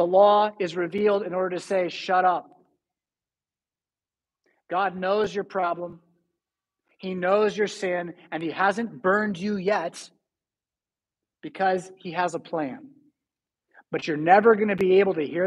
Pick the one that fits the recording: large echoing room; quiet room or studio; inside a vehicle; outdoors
large echoing room